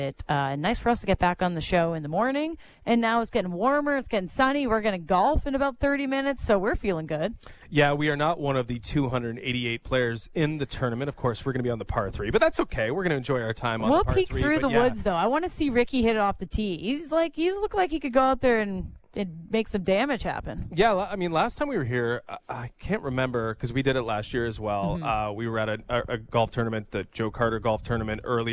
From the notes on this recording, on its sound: Live from the Jays Care Golf Classic